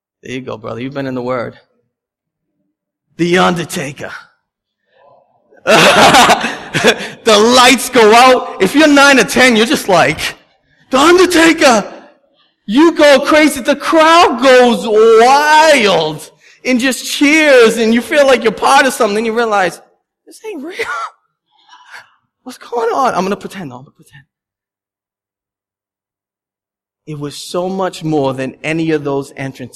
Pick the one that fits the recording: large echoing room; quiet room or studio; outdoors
large echoing room